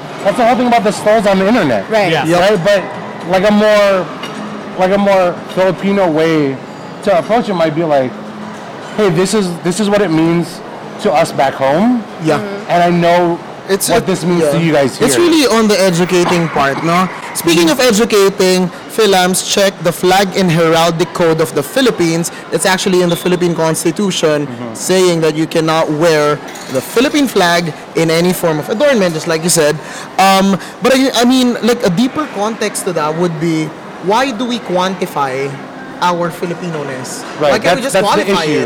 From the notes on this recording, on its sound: We have reached the last of our episodes recorded from FAHM Mania 2023 and we saved the best for last.